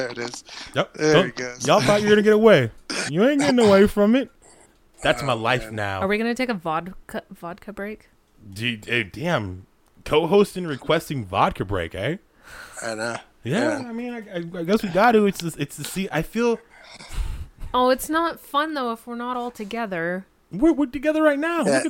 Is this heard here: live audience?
no